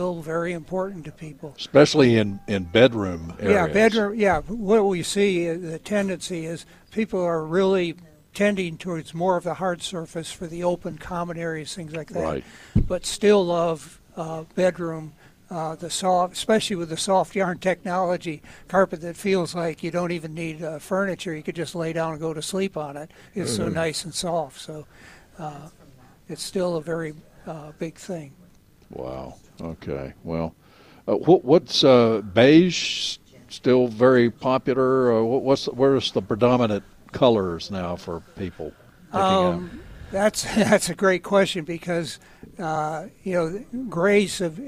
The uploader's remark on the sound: broadcasting live from Bell’s Carpet & Floors.